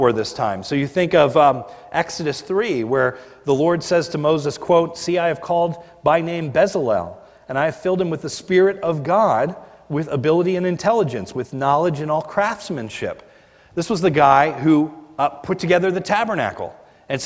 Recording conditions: large echoing room